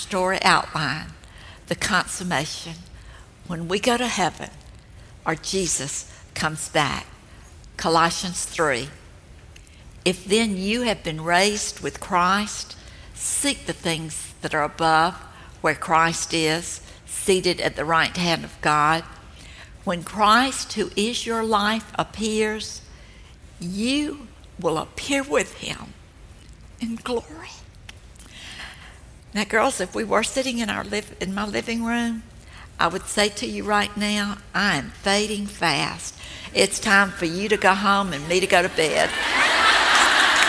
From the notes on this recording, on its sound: This talk was recorded live at the Grove in Atlanta, GA.